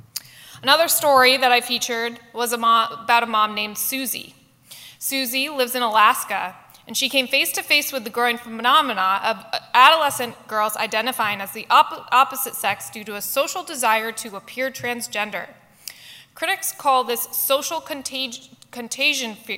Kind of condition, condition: setting, live audience